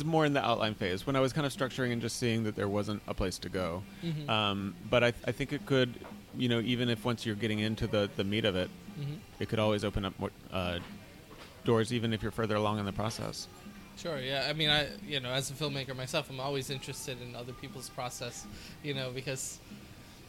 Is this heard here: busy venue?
yes